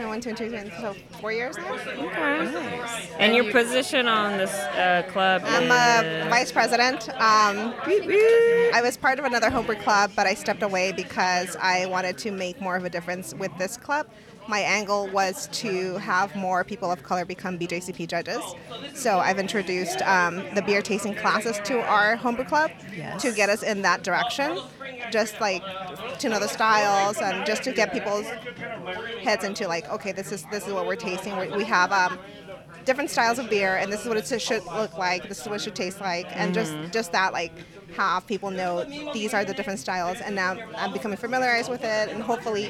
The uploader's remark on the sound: Live at their homebrew club brew day with the Socal Cerveceros! We chat with a few attendees as we brew an American Light Lager.